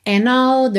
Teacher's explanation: a gente ligar o N já na próxima vogal, quando a gente tem uma palavra que começa por vogal